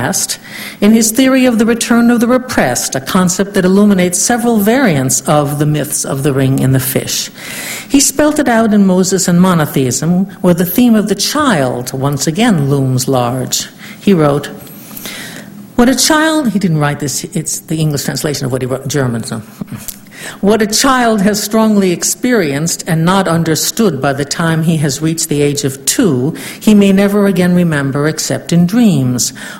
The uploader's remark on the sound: Fourth Annual Ninian Smart Memorial Lecture at UC Santa Barbara